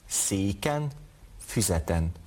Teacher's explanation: A magas hangrendű főnevek esetében egy E hang ékelődik az N elé.